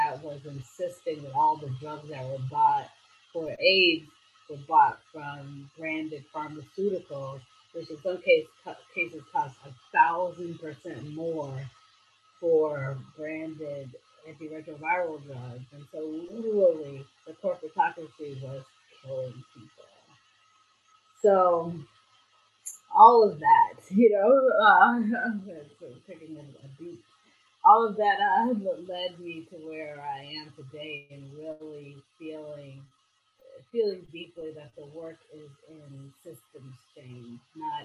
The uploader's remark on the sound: While she was in Gulf Coast Mississippi celebrating their Solar for All Project. Although we had a bit of trouble with our audio during our conversation.